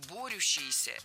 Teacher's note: Во-первых, ударение должно падать на первый слог. Во-вторых, в этом слове суффикс «ющ», а не «ящ».